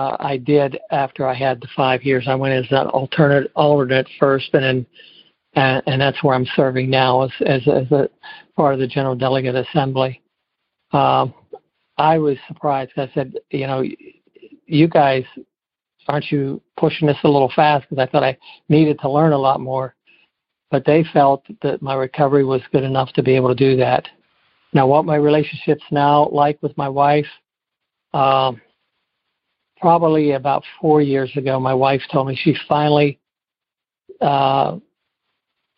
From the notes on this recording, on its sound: Noon Phone Speaker Meeting